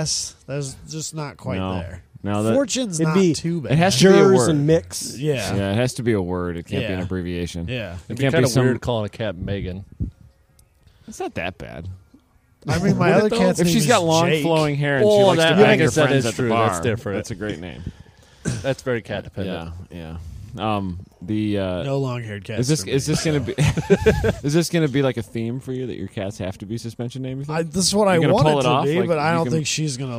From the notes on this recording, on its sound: We record at COTA. Hang out in the same garages that the F1 teams use.